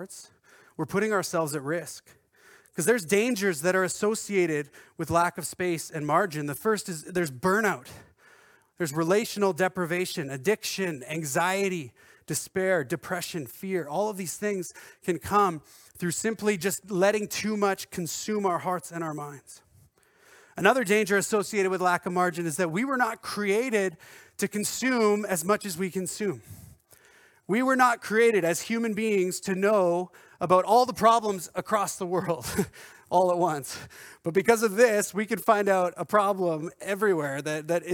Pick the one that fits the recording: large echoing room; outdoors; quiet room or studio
large echoing room